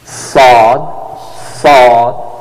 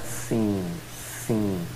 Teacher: So sawd is thicker and seen is thinner.